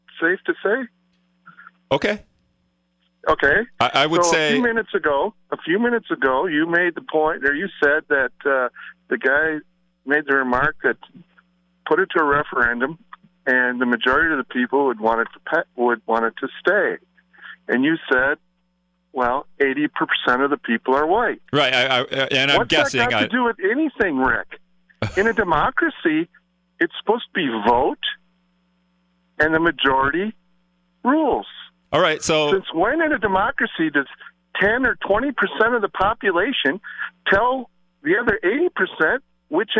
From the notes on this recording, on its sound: Callers sound off